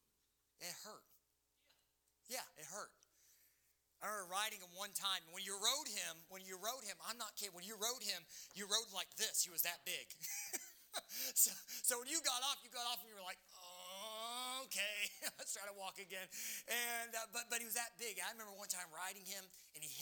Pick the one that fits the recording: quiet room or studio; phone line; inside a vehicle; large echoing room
large echoing room